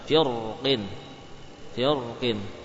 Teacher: Ada huruf qaf, jir tipis, namun karena ketemu dengan qaf maka tebal